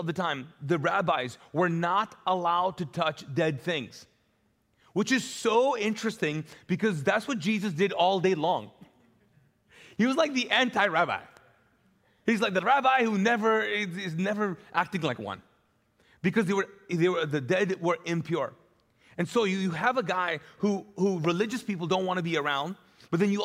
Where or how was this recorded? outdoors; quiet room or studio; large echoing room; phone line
large echoing room